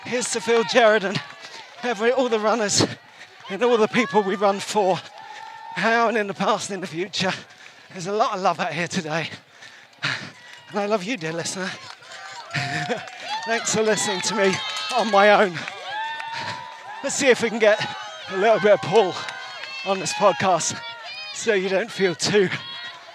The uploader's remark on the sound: live and direct from the 2023 Brighton Marathon